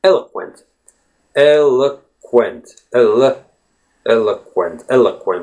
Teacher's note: It's as if you're jumping from the E-L to Q, bypassing the O letter · Term: schwa sound